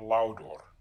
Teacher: The present infinitive is laudare, so we drop, just as we did with the active, we drop the RE ending, and we add our endings. Note that the stem vowel, which in this case is a long A, drops before the first person singular form, the OR, so you get laudor.